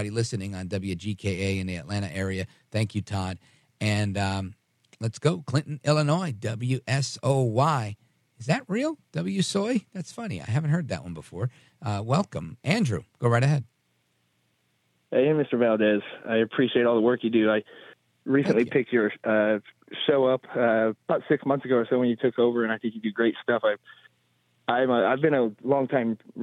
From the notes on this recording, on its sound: we take your calls in open phones across America